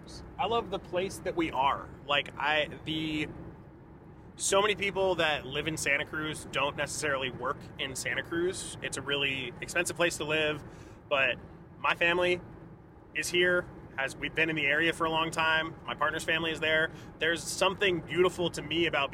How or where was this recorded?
inside a vehicle